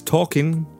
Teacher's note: No l pronounced in it. Written, yes.